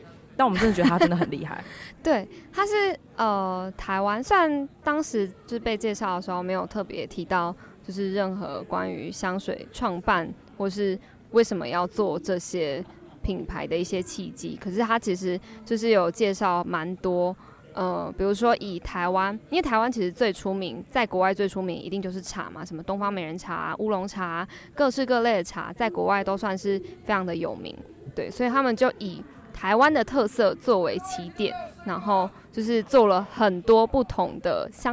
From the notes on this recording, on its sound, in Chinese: 不DO書團隊出去玩啦！我們到了2022保安林書市。我們在市集現場的錄音。